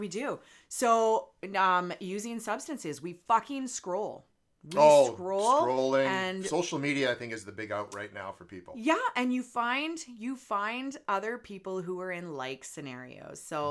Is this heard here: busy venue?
no